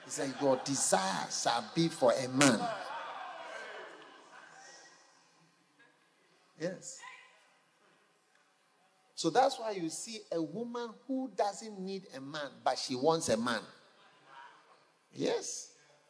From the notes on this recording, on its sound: Preached at a Healing Jesus Campaign Pastors&#8217; conference in Goaso, Ghana on the 16th of December. Preached at a Healing Jesus Campaign Pastors’ conference in Goaso, Ghana on the 16th of December.